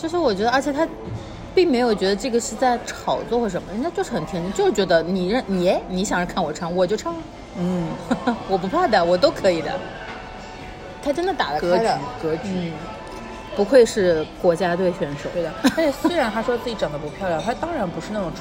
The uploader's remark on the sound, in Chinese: 每次录制基本都是在餐厅吃饭，没有条件升级录音设备。映彩餐厅。